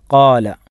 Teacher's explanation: ഖാല എന്ന പദത്തിൽ എന്ന കലിമത്തിൽ മദ്ദിൻ്റെ അക്ഷരമായ അലിഫുണ്ട്, അതുകൊണ്ട് അതിൻ്റെ മഖ്റജ് ജൗഫാണ്